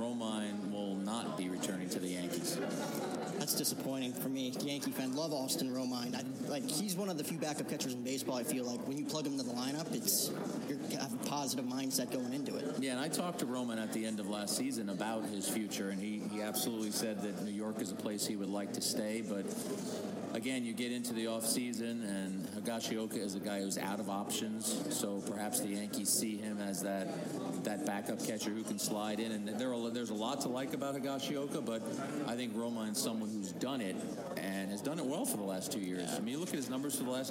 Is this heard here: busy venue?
yes